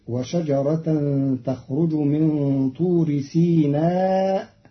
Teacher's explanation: قرأ قالون كلمة سيناء بكسر السين